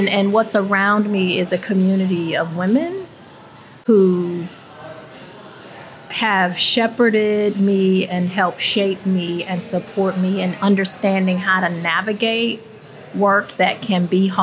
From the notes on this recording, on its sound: Recorded during the "Portraits of Us" Book Launch Celebration.